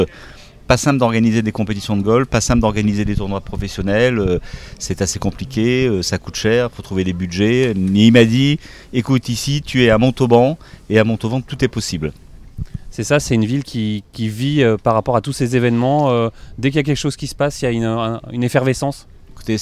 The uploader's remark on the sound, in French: Nous serons en direct du village Olympe de Gouges